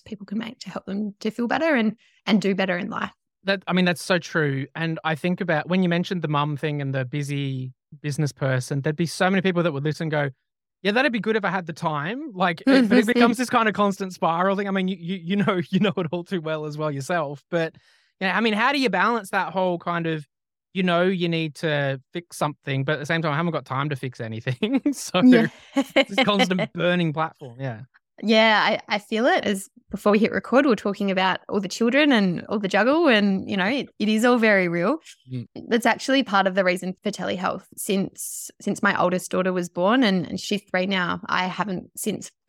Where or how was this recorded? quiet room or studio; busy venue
quiet room or studio